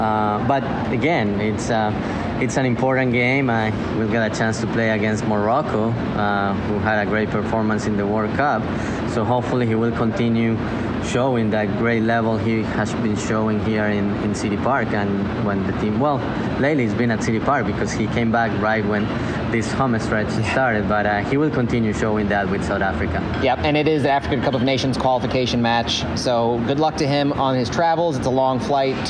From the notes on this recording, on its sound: live at CITYPARK